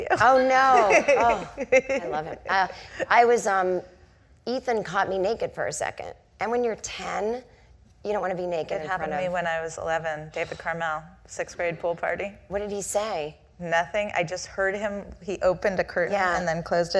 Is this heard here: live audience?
yes